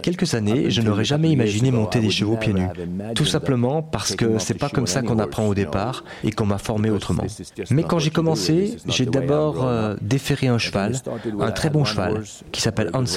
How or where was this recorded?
busy venue